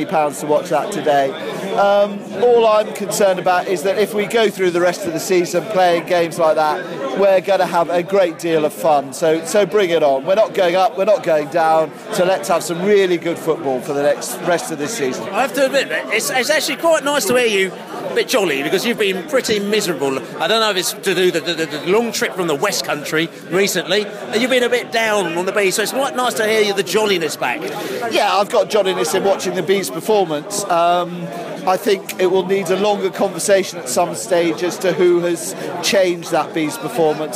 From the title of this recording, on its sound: post-match podcast from the pub